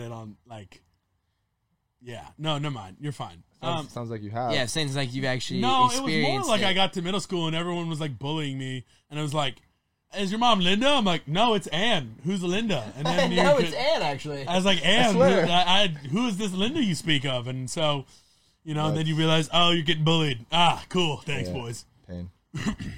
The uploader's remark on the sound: in the truck